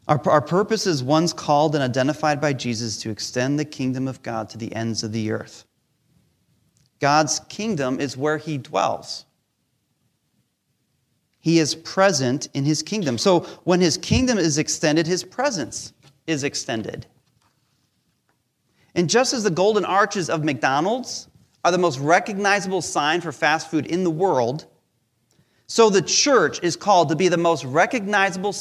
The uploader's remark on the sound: Recorded live during our Sunday Service